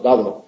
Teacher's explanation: Una es oclusiva y otra es fricativa aproximante, pero no llega a tener fricción